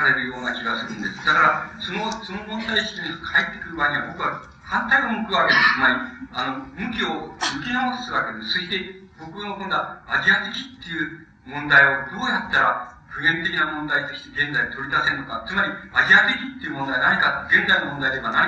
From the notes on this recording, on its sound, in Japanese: 音質：。場所：四谷公会堂。いま、性と労働を問う のシンポジウムでの講演。パネルディスカッションを収録。テープチェンジのため音が欠ける。音質はあまりよくない。